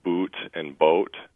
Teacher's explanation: we tend to have very long and monophthongal oohs